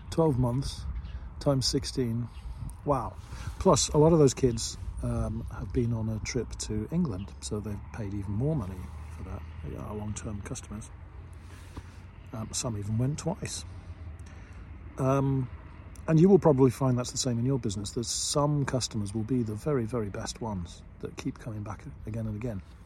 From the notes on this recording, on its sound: I'm in front of the lake as usual and just in the middle of a bike ride. I just thought i would make a recording where i don't disturb anybody at home or in the office or at the school.